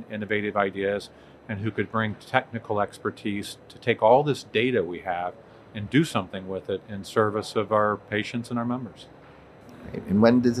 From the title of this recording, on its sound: live from HLTH 2021